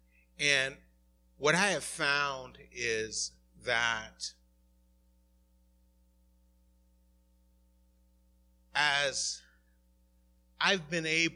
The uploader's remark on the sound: Recorded at the 11:30am Service